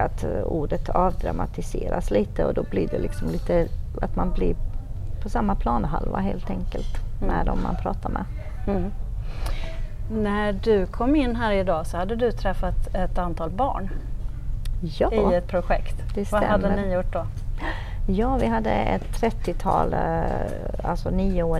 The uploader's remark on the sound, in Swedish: Poddavsnittet är inspelat under konferensen Gestaltad livsmiljö – Människan i fokus. Konferensen arrangerades av Region Blekinge som en del av Arkitekturveckan i Karlshamn hösten 2023.